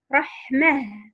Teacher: هاء التأنيث المنونة حال الوقف عليها مثل كلمة رحمة، ومثيلتها نقف عليها فنقف على التاء هاء ساكنة مهموسة